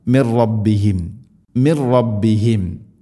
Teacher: സാകിന നൂന് ശേഷം റാ നൂനിനെ റായിലേക്ക് ഇദ്ഗാം ചെയ്യണം, അഥവാ കൂട്ടിലയിപ്പിക്കണം, മണിക്കാതെ ഉച്ചരിക്കണം